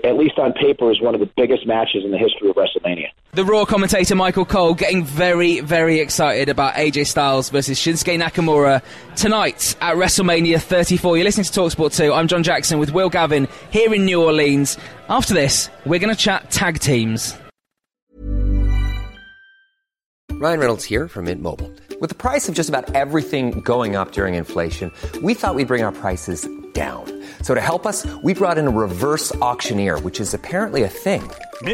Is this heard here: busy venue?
yes